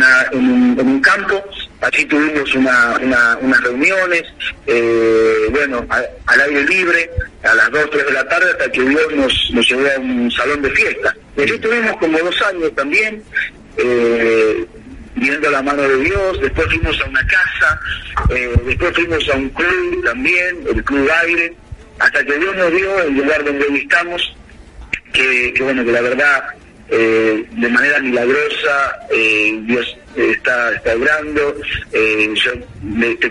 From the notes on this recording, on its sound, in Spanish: En esta Mañana en la 96.9 Mhz. Contamos con una entrevista telefónica muy especial.